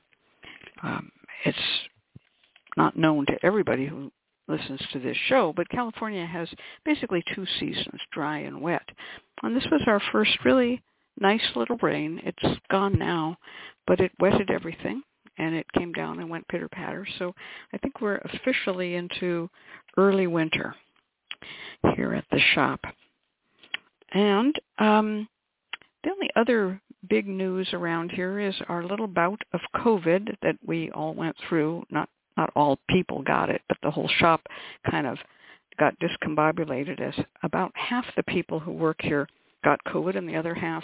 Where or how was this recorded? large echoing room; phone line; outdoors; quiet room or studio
phone line